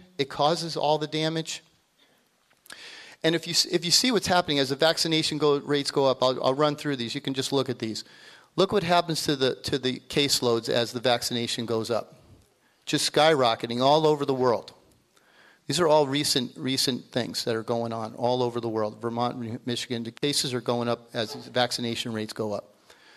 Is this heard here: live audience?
yes